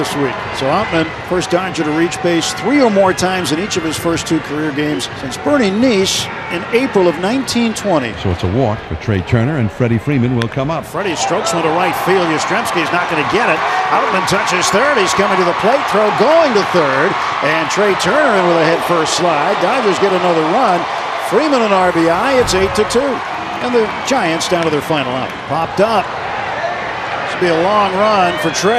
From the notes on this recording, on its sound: LIVE from Oracle Park